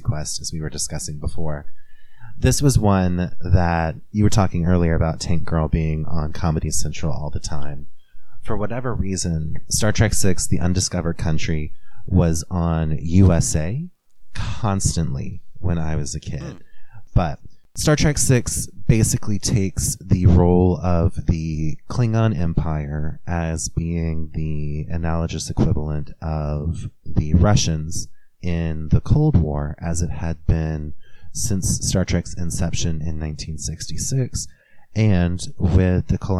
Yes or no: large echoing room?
no